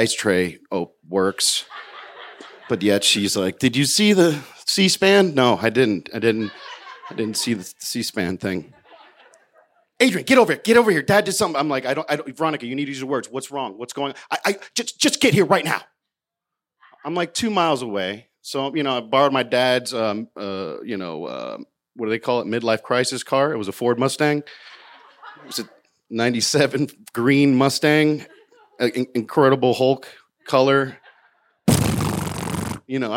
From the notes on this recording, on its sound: told this story live in front of a packed crowd at Buntport Theater in Denver, Colorado